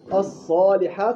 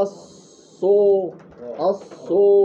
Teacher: احنا قلنا لا، الألف إن سبقت بحرف من أحرف التفخيم تتردد بين، أو تفخم، تردد بين الألف والواو، لكن ليست واو خالصة · Shown in: first take · الصالحات صح، أما الصو، الصو غلط.